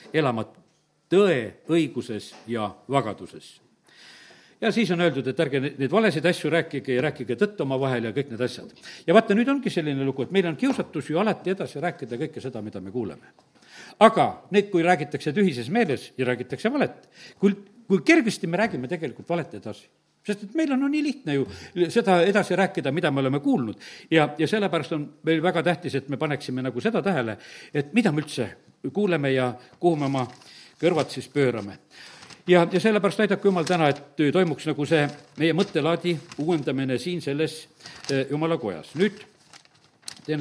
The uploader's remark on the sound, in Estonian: Audio salvestus koosolekult